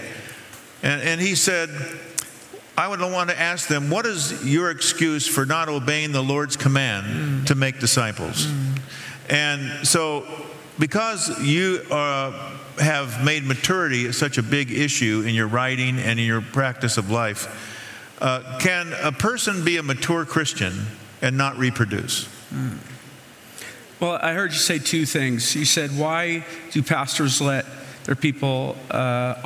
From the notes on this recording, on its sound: The following audio comes from the National Disciple Making Forum by Discipleship dot org. We had some great MainStage speakers.